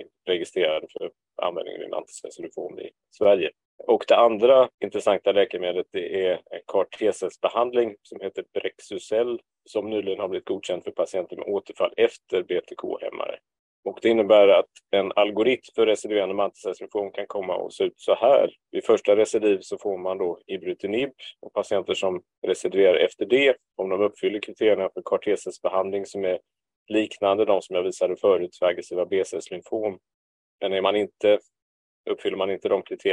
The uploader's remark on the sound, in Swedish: Ljudinspelningen från SOF:s webbinarium om maligna lymfom.